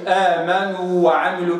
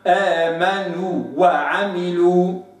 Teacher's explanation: إذا أتت واو مادية وبعدها واو مفتوحة لابد أن نخلص الواو المادية من الواو المحققة · Shown in: second take · في نحو قوله عز وجل آمنوا وعملوا، شوف آمنوا و، ما قلش آمنوا وعملوا كده كان الواو منغمة في الواو، وإنما آمنوا وعملوا.